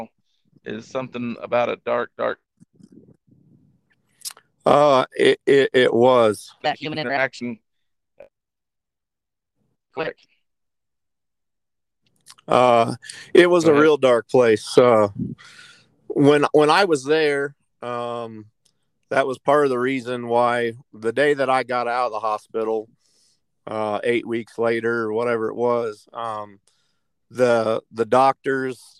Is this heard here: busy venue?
no